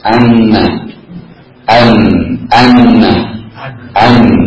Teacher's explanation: maka ia akan temukan makhraj huruf nun ini adalah pada ujung lisan dengan gusi atas.